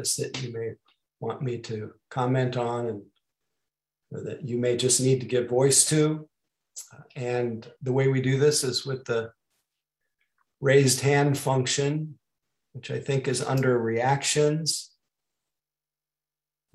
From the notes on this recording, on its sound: (Mission Dharma) Recorded Zoom Session.